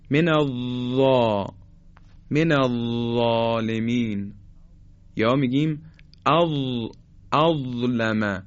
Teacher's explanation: حالا وقتی که حرف ضا رو تلفظ میکنیم، دقت کنید، حرف ضا دیگه صفت استطاله نداره. نوک زبان مثل حرف ذال برخورد میکنه به بالای دندانهای، نوک دندانهای صنایع بالا به این شکل، من ضا من الظالمین، یا میگیم اظلمه.